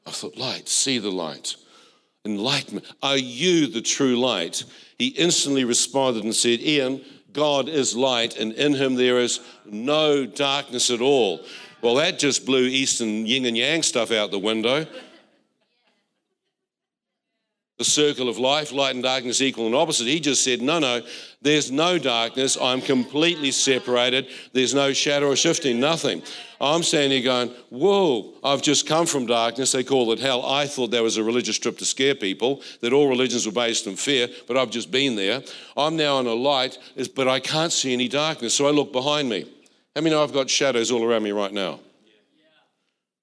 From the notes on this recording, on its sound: This was recorded in our Melbourne East service